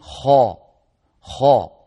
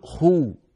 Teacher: خاء خو خاء خو، لا شك أن قولنا خو كمية الهواء تكون أقل قليلا من خاء. لما نقول خاء الفراغ الفموي المملوء بالصوت صار أكبر، لما نقول خو موجود لكنه أقل من الأول